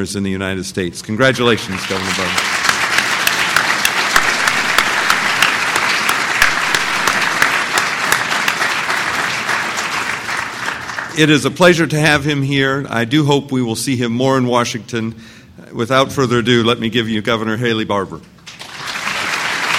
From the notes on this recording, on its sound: delivered an address at the 2006 Annual National Lawyers Convention on Friday, November 17